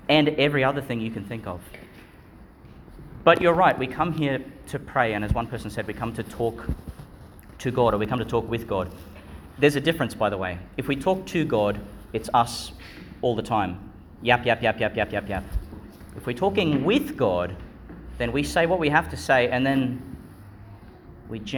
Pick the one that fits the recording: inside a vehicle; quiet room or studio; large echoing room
large echoing room